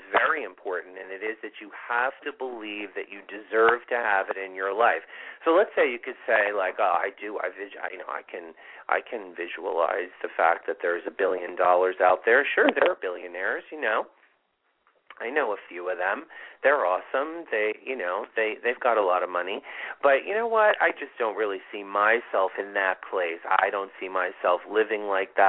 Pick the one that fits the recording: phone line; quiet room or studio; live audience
phone line